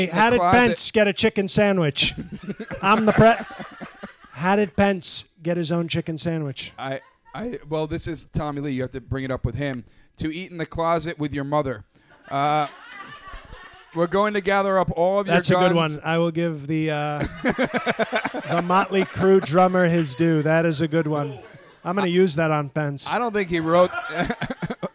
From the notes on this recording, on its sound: taped from QED Astoria